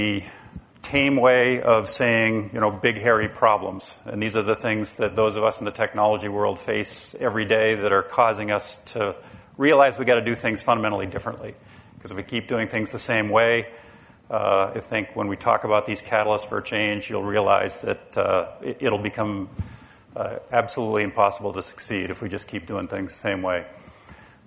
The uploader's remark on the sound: Conference Audio